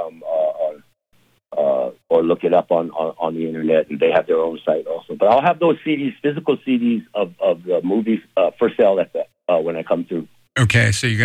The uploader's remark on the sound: chats by phone